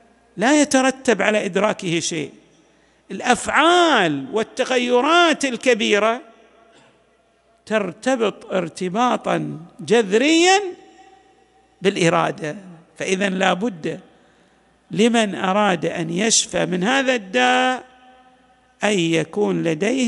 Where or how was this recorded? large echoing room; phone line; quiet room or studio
large echoing room